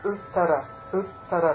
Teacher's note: See the double ta? Uttara, uttara. So there's going to be a pause there.